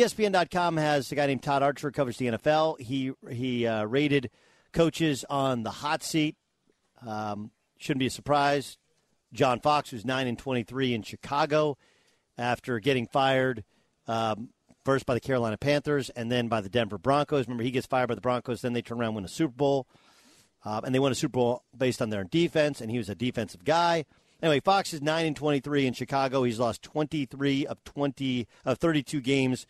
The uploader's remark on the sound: Live from Dallas Cowboys Training Camp in Oxnard, California.